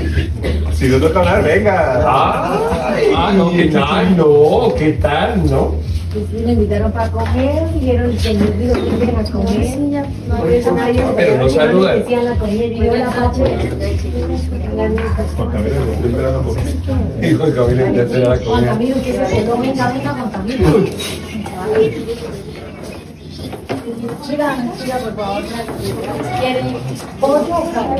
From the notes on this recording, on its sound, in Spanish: Este mensaje fue grabado desde la mesa de los santos en nuestro tercer retiro del año.